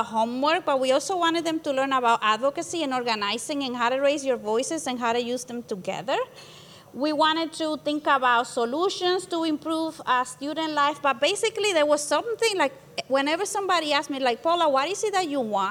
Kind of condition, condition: setting, busy venue